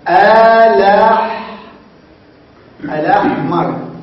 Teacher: الأحمر نقلنا فتحة الهمزة أعطيناها للام وحذفت الهمزة · Term: بنقل الفتحة إلى اللام